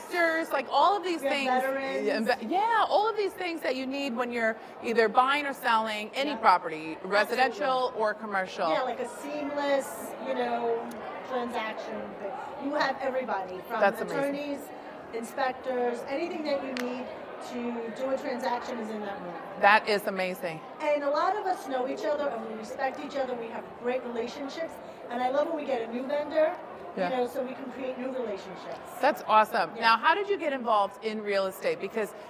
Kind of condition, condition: setting, busy venue